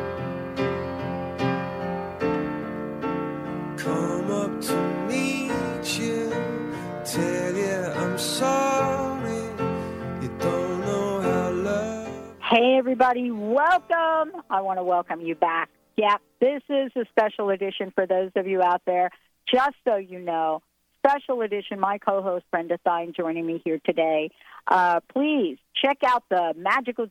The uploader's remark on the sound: A total call-in show